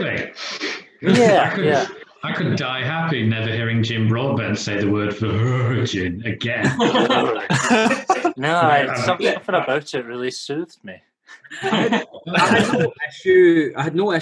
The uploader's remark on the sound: The Zoom season begins.